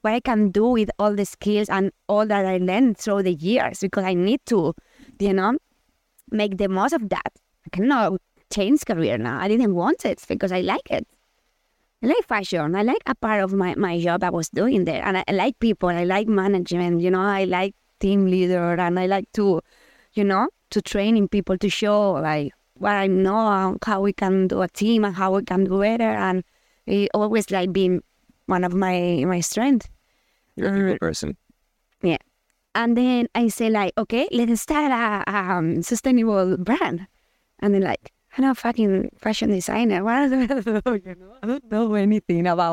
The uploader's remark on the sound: This episode was recorded in the woods so apologies for a not-so-perfect audio experience.